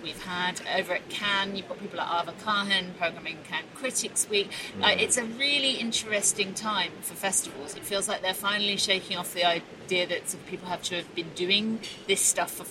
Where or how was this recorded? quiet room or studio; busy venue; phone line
busy venue